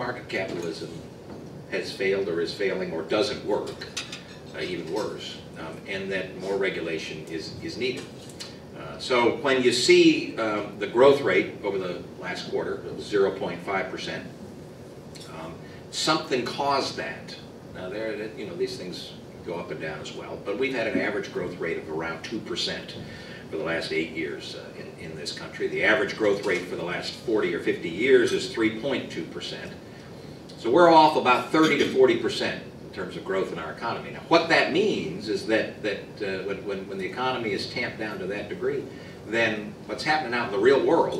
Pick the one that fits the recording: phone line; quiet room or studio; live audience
live audience